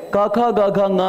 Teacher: ಆಮೇಲೆ ವ್ಯಂಜನಗಳಿವೆಯಲ್ಲ ಎಷ್ಟು ಚೆನ್ನಾಗಿವೆ ಗೊತ್ತೇನು ಕ ಖ ಗ ಘ ಅಂತ ಹೇಳಿದರೆ ಒಳಗಿನಿಂದ ಬರೋ ಗಾಳಿಯನ್ನ ಕಂಠದ ಆಳದಲ್ಲಿ ತಡಿತಾರೆ